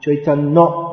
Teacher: N becomes held a little longer.